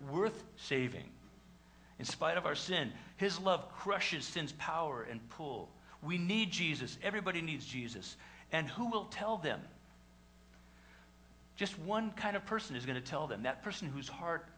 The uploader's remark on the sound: LJCC full Easter Service.